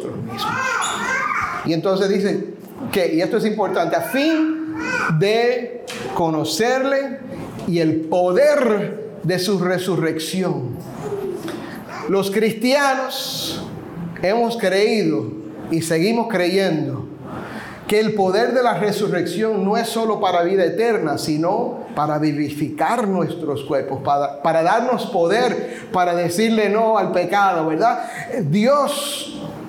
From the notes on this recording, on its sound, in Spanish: la segunda parte del audio de una reciente conferencia de pastores